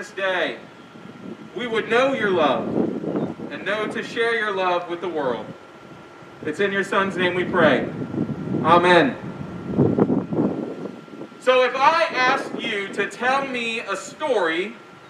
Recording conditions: outdoors